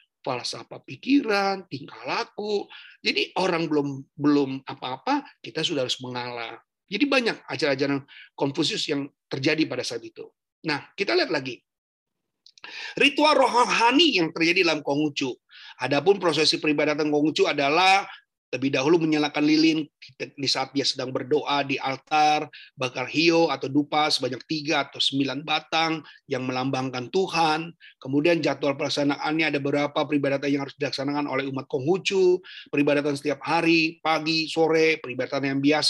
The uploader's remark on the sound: Audio Zoominar